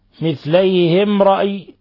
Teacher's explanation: ميم ساكنة جاء بعد حرف الراء الحكم التجويدي إظهار شفوي